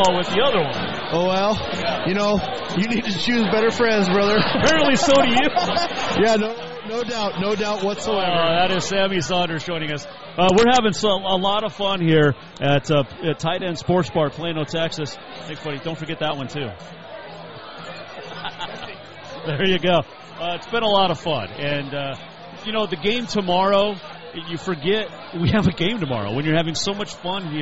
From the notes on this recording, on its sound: Live from Tight Ends Sports Bar in Plano, TX